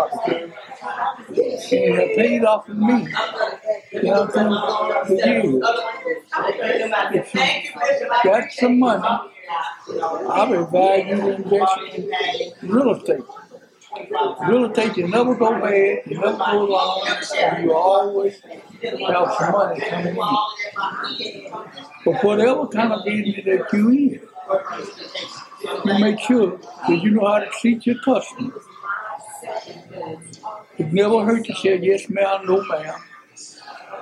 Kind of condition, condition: fault, background noise